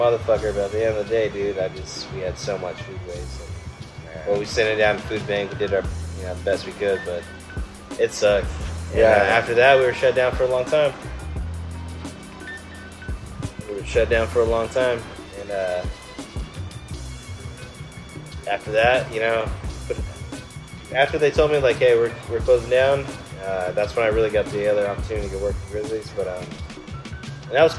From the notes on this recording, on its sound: Live from the San Joaquin River. As he cooks up some Oyster Mushroom Tacos (Fresno River Tacos).